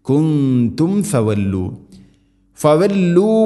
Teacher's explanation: മീമിന് ശേഷം ഫ വന്നാൽ രണ്ട് ചുണ്ടുകൾ തമ്മിൽ തട്ടിച്ച് മീമിനെ പൂർണ്ണമാക്കണം